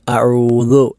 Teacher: അഴു ദാലാണ് പിന്നീടുള്ളത്. ദാൽ എന്നത് നാവ് പല്ലിൻ്റെ അറ്റത്ത് തൊട്ടു തൊട്ടില്ല എന്ന രൂപത്തിൽ വെച്ച് ഉച്ചരിക്കേണ്ട അക്ഷരമാണ്